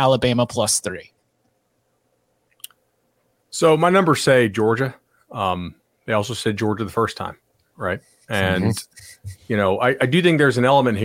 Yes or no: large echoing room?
no